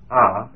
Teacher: In the middle of the mouth you have ah, and on the lips you have mm.